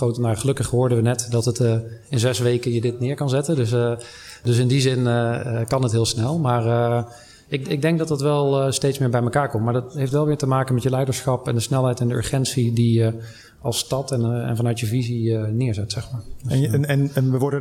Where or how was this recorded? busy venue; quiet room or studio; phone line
busy venue